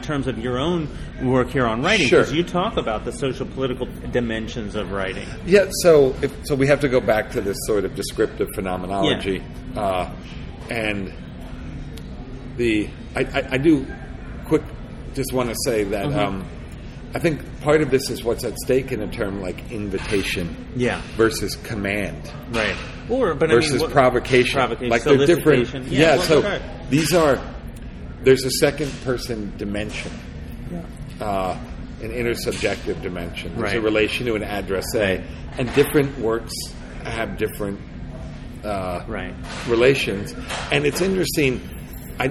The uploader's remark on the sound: The episode was recorded in the restaurant at the Emory Conference Center.